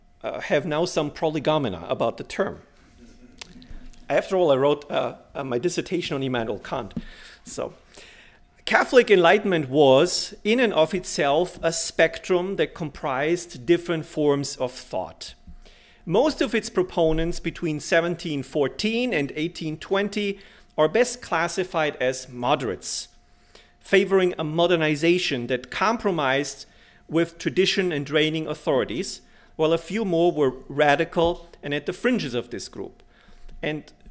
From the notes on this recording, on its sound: delivered this lecture on October 12, 2017 at the University of Chicago